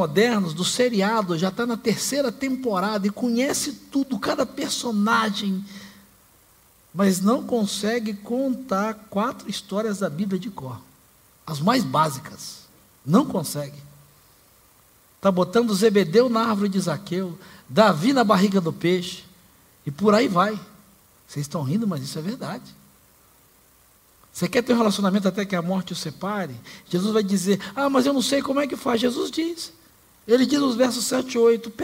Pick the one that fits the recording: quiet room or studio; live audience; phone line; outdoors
live audience